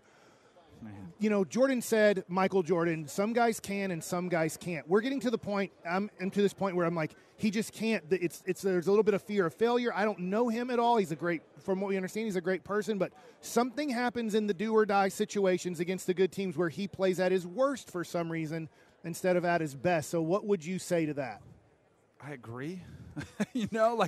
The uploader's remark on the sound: LIVE at Radio Row in Las Vegas!